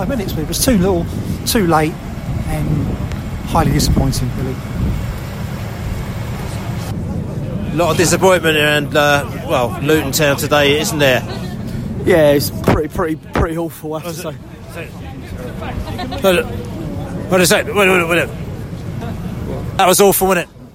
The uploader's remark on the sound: post-match podcast in the snow